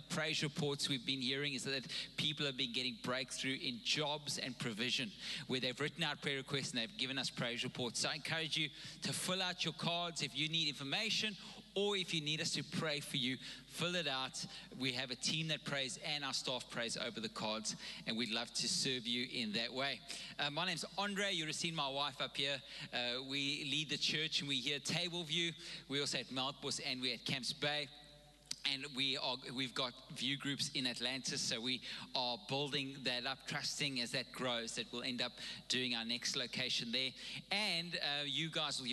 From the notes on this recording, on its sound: Recorded live on Sunday the 22nd May 2022